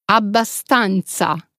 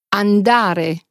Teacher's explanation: Das italienische A ist hell und entspricht dem deutschen A in Ampel.